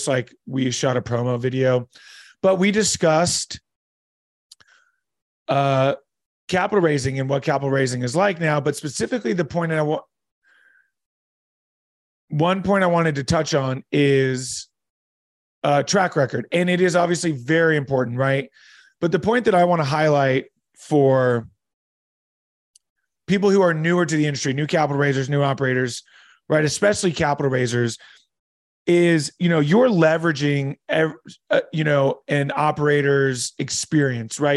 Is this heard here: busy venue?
no